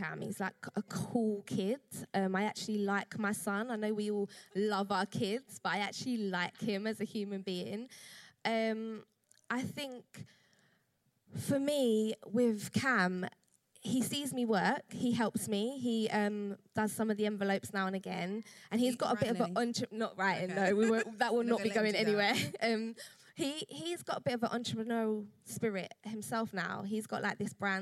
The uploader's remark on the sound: Part 2 of 'Badass Mums Live' at the Roundhouse